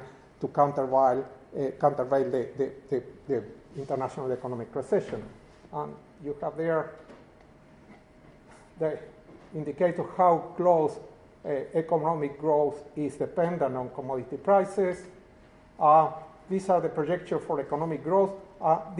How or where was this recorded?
live audience